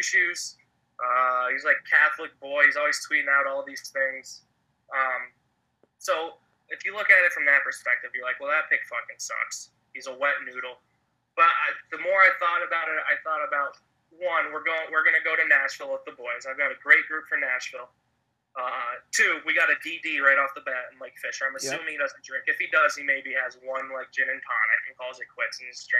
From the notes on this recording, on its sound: a phone call